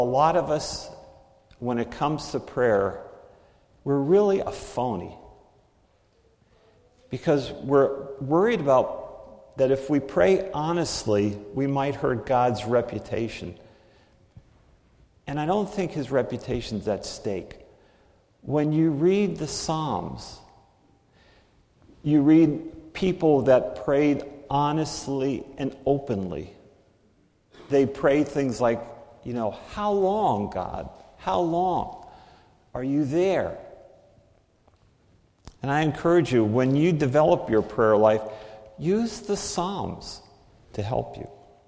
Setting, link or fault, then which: setting, large echoing room